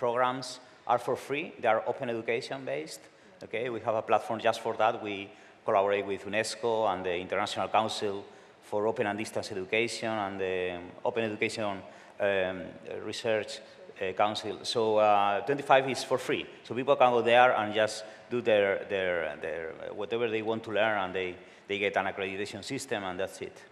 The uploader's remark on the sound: Recorded at World Summit AI, Amsterdam, 2019